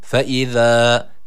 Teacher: Feiza değil feiza. Peltek olan z harfi var. Dil dişler arasında ileride.